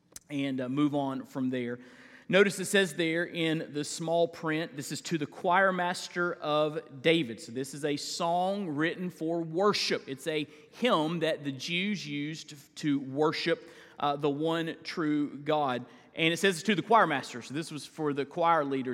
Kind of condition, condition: setting, large echoing room